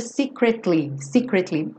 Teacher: Mas pela métrica da música, acaba ficando secretly, secretly. É quase como se as três sílabas tivessem o mesmo peso